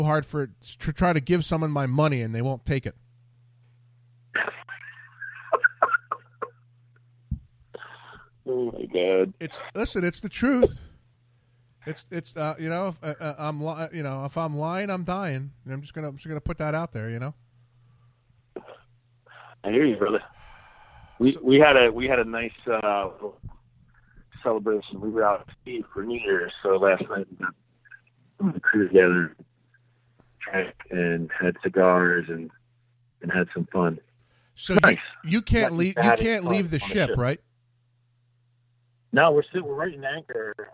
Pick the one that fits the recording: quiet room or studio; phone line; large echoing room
phone line